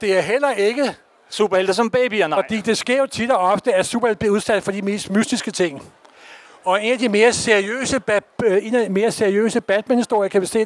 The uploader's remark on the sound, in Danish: Live fra Copenhagen Comics 2023